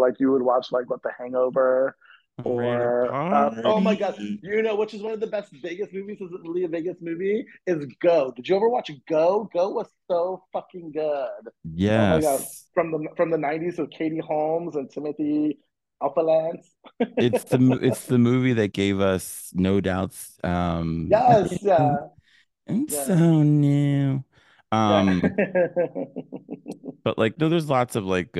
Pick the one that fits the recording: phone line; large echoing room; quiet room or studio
phone line